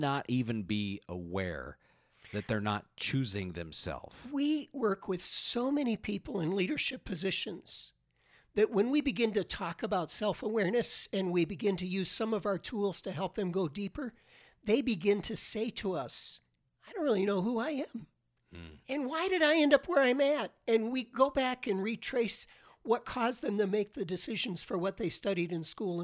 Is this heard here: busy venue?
no